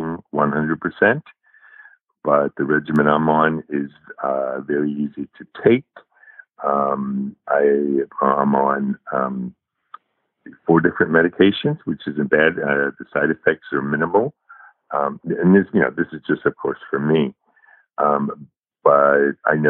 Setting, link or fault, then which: link, phone line